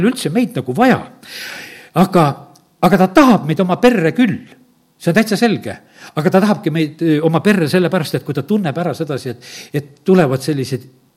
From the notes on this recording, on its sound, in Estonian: Audio salvestus koosolekult